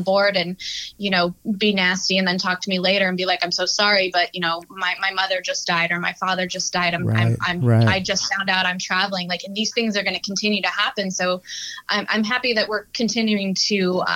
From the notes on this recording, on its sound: We'll be interviewing our guests by phone from inside the Desert Oasis Room.